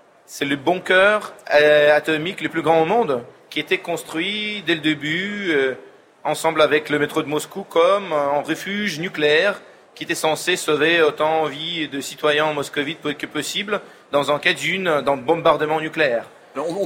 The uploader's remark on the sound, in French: Emission en direct du Salon Livre Paris 2019.